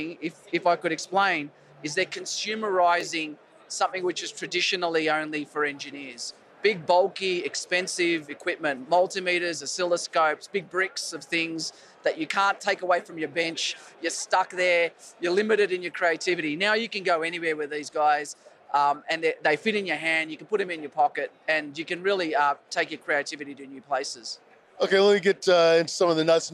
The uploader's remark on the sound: This is a special edition of our podcast, with reporting live from the Consumer Electronics Show in fabulous Las Vegas!